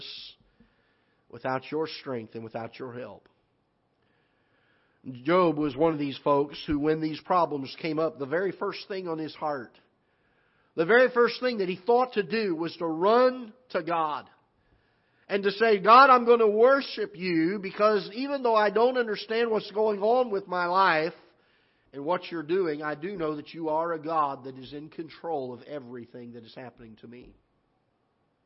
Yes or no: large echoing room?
yes